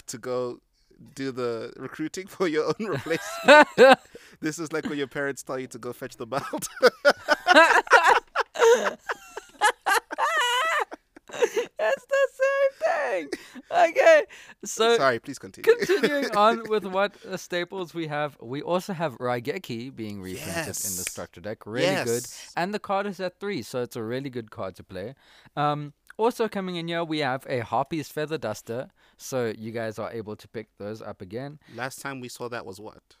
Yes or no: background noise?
no